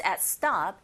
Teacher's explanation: at이라는 전치사는 강세를 받지 않은 기능어인지라 stop에 조금 더 강세를 주셔야 되는데 s 사운드, t 사운드 맞물려 있죠?